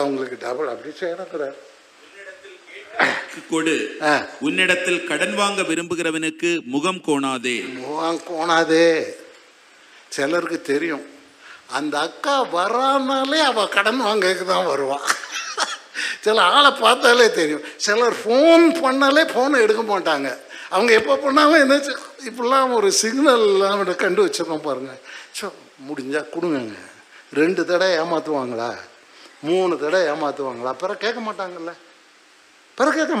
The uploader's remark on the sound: Sunday First Service Sermon Live